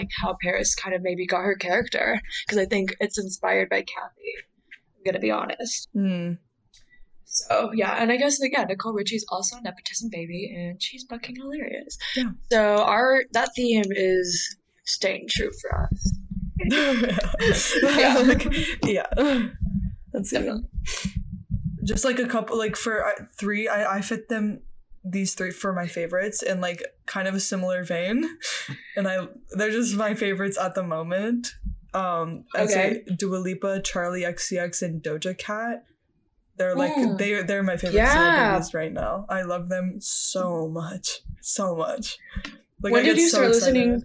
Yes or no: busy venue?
no